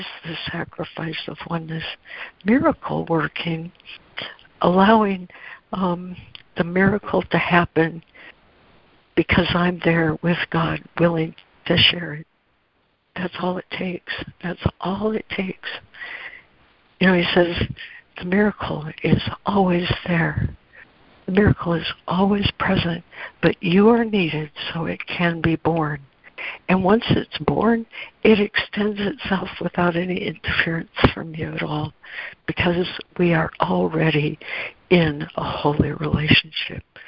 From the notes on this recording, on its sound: ACIM Daily Conference Call.